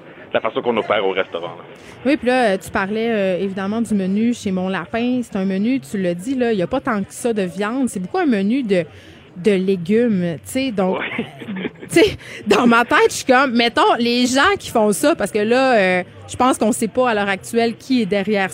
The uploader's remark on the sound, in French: En direct du Salon de l'auto de Montréal